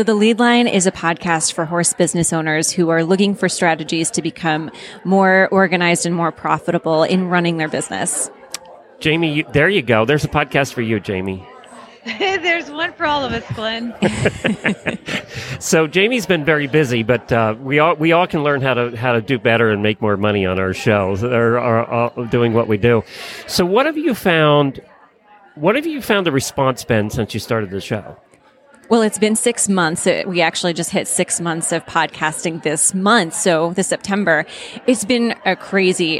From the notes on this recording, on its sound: Live from AHP in Dallas. Is live at the American Horse Publications with a bunch of fascinating guests from the equestrian media.